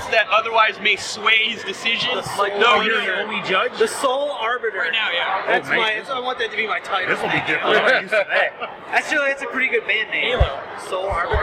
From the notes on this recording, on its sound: PAX East 2013. There is still come background noise as we directly interacted in the heart of PAX tabletop gaming the night we record.